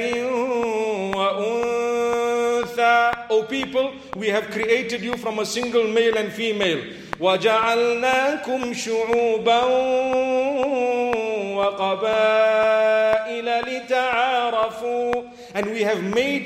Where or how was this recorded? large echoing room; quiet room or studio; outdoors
large echoing room